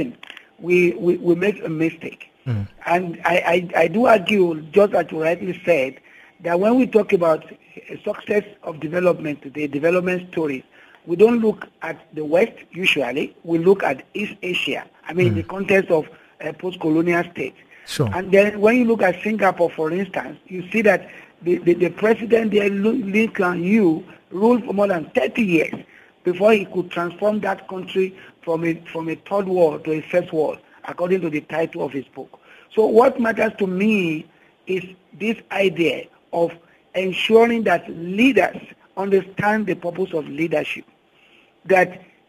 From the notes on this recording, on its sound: To discuss this further we are joined on the line